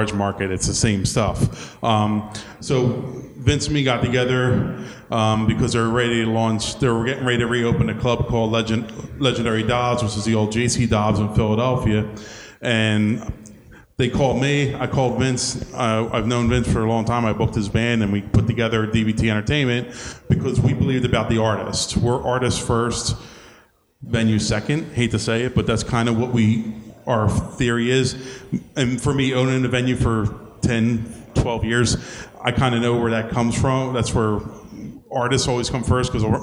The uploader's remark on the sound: recorded at the 2016 Electric City Music Conference on Saturday, Sept.